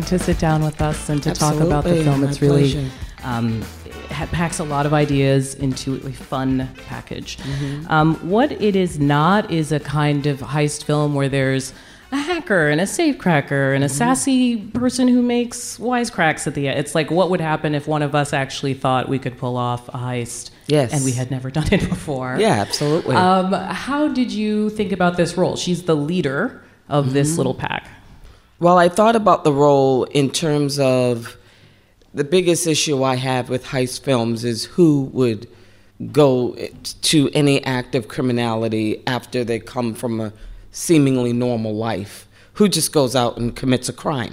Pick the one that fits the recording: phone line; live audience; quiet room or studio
live audience